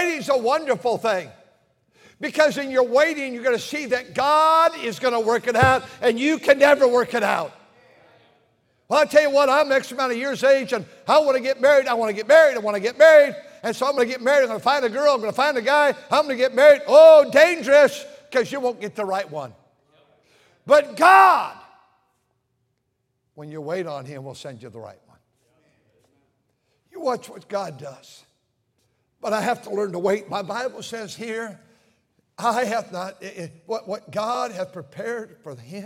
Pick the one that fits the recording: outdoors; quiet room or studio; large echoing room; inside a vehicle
large echoing room